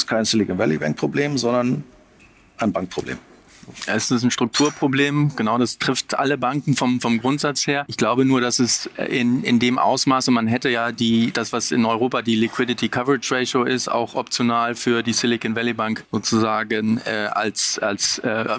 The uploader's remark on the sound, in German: Aufzeichnung des gleichnamigen Panels. Von der Payment Exchange 2023 in Berlin.